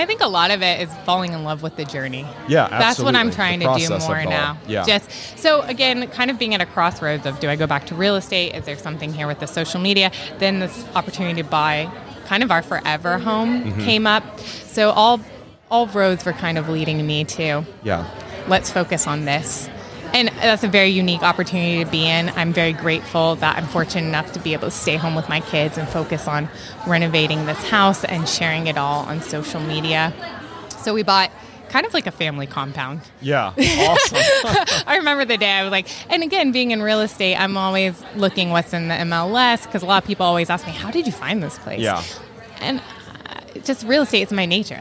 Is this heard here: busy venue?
yes